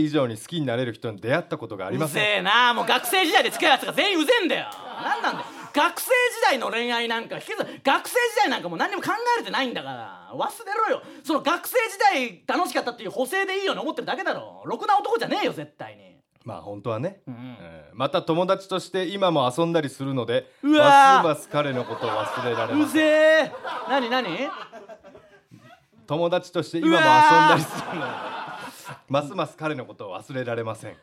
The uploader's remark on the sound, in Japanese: リスナーの前で、TBSラジオのスタジオ内にて公開収録。